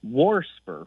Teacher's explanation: warsper with an extra R thrown in there, kind of like, you know, I hear a lot of old folks say warsh and things mm-hmm. · Term: R insertion